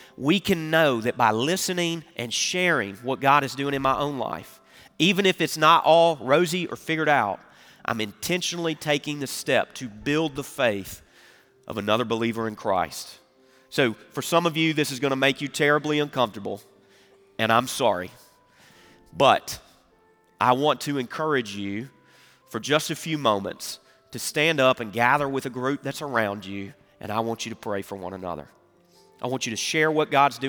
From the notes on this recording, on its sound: Recorded Live at Brookwood Church on 11.26.2023